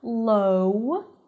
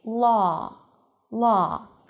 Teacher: although you have a W there, right, law, we do not round our lips to make a W sound · Shown in: second take · IPA: lɔː